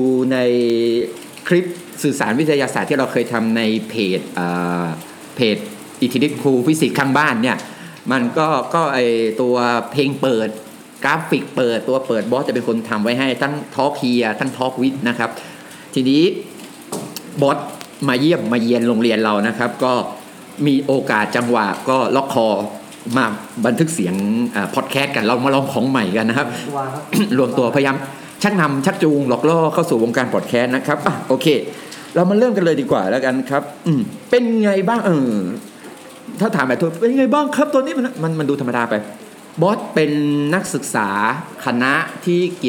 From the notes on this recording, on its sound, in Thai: ตอนบันทึกฝนตกหนัก อาจได้ินเสียงฝนหนักหน่อยนะครับ.